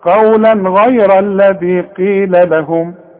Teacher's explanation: الغين دي من حروف الاظهار، يبقى هنا ما غنش، عندي تنوين وبعده غين، والغين من حروف الاظهار ما غنش